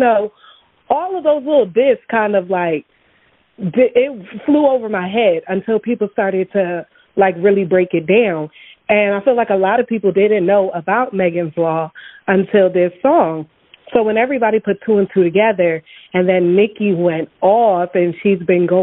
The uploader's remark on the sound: this episode is a call in show